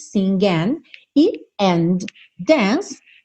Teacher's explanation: Então a letra G, que é uma letra que a gente não costuma ouvir com muita frequência, esse som g, g, aqui a gente ouve sing and dance, and termina com D. Dance começa com D, a gente vai ter somente um D